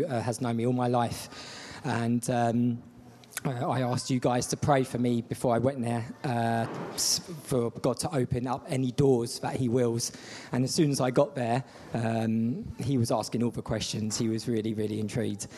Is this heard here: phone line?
no